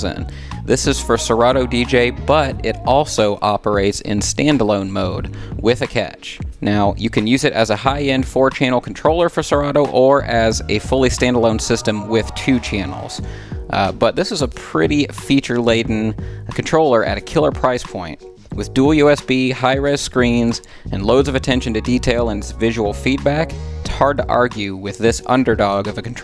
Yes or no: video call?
no